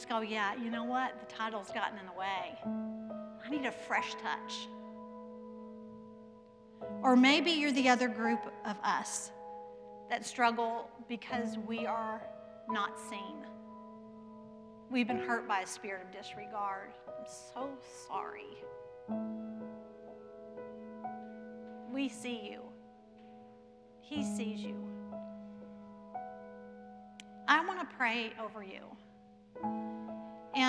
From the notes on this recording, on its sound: Presented by Asbury Seminary Kentucky Chapel. At Asbury Theological Seminary's Kentucky campus.